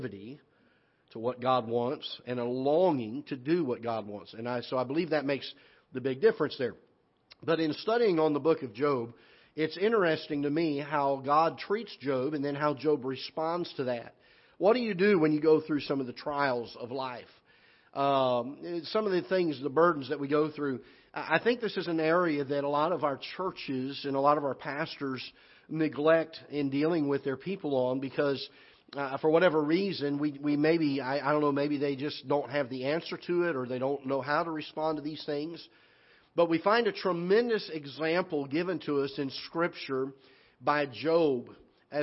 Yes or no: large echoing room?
yes